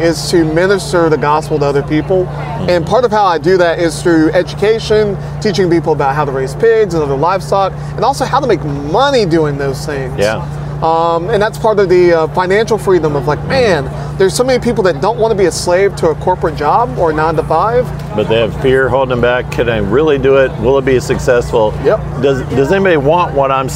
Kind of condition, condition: setting, busy venue